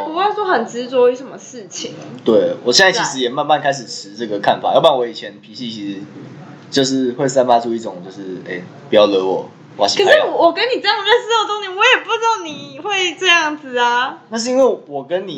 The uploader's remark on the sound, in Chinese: 因為錄音地點附近是校園所以會有鐘聲XDD還請大家多多見諒ㅠㅠ。